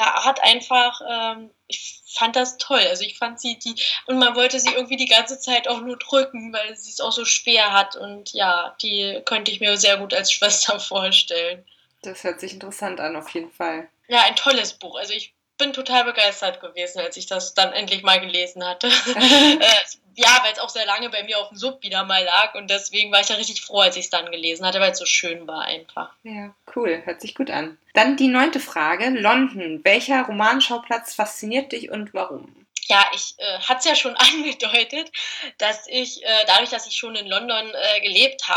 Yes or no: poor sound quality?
yes